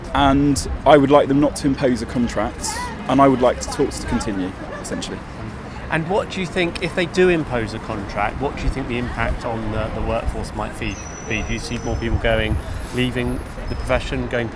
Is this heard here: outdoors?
yes